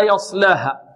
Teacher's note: لا يصلها، يصلها عندنا يص، عندنا الياء هنا مرققة، لا نقول لا يا يص يا يا يص، لا يا يص. الصاد هنا بارك الله فيكم تخرج من طرف اللسان وبين أطراف الثنايا العليا والسفلى